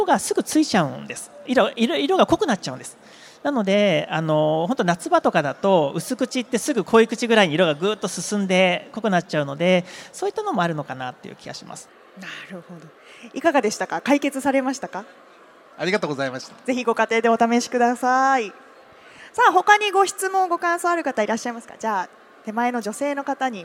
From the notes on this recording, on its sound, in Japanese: CRAFT SAKE WEEK 2023 at ROPPONGI HILLSにて公開収録。